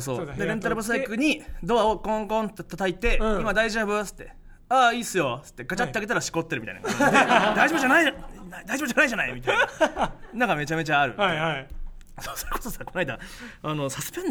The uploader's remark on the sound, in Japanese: 初回は公開収録でお届け！